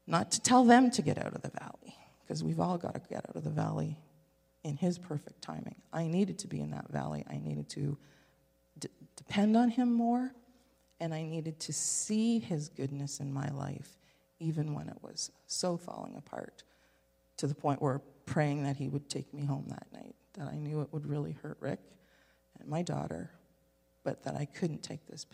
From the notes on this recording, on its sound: This is audio taken from the May 7, 2023 Sunday sermon at FBC Charlottetown PEI Canada.